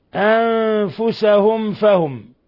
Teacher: ميم ساكنة جاء بعدها الفاء أشد حالات الإظهار الشفوي لوقوع الفاء بعد الميم الساكنة